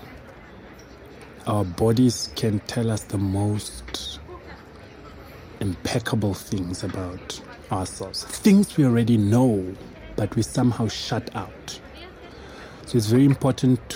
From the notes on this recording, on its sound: Recorded at Spielart Festival, 2019, Munich (DE)